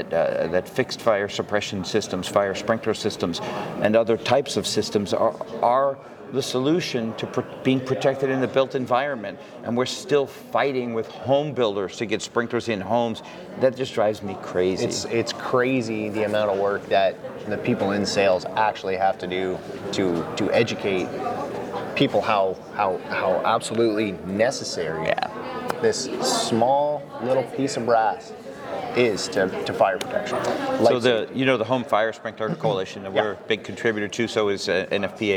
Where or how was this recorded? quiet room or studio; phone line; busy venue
busy venue